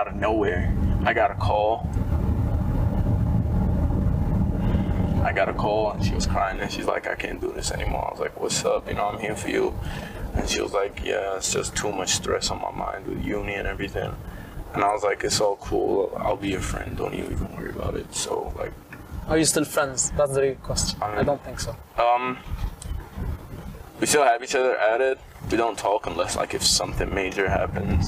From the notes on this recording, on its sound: CAR INTERVIEW. Sorry for the noises we were testing new equipment out.